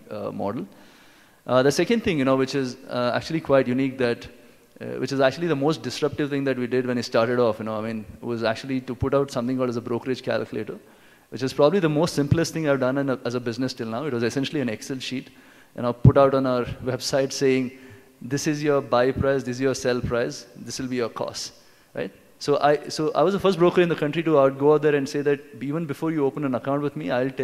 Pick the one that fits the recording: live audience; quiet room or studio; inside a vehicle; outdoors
live audience